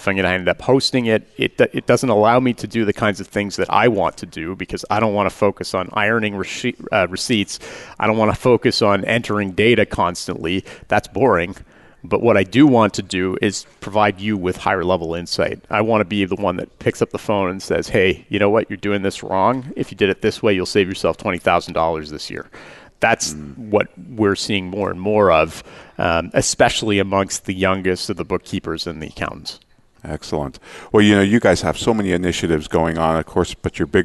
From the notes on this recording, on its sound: Live Broadcast at the The IPBC IGNITE Conference.